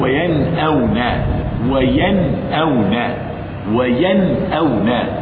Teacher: النون مع الهمزة بكلمة واحدة ظهرت · Term: الإظهار